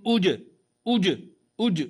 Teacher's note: سامع صوت الجيم مقلقلة